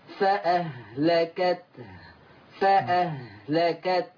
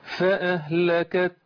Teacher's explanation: أنا مطلوب مني أبرز وأبين حرف التاء ثم أبرز وأبين حرف الهاء، الهاء الحلقية وما فيها من همس ورخاوة